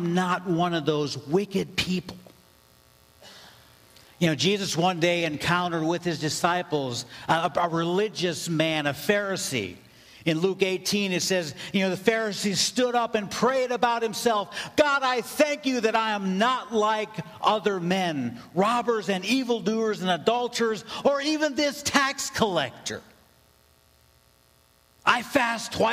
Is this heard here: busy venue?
no